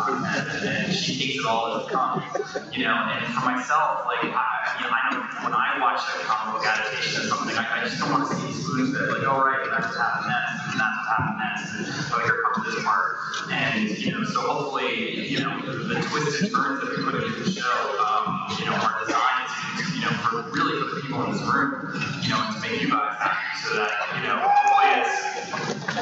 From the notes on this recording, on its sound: A fun panel that we attended while at the convention and give you the feeling of being there. On this one you get a panel hosted by TV Guide magazine for CW's "The Flash" tv series from WONDERCON 2015.